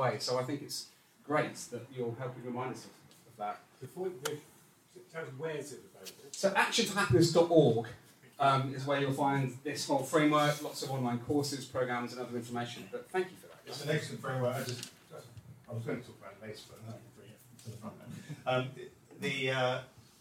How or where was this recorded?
busy venue